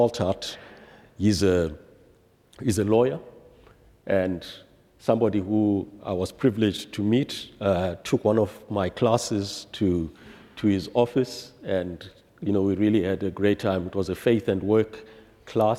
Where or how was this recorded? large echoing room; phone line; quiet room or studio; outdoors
large echoing room